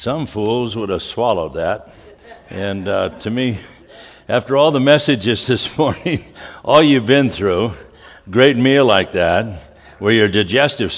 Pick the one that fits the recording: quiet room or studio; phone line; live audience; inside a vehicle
live audience